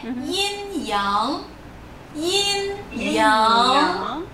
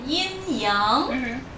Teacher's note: O G é mudo e a segunda sílaba tem que subir um pouco.